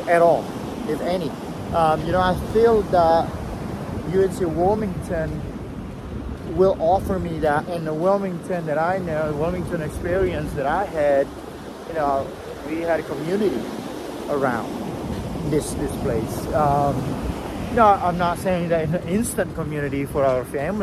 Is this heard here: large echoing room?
no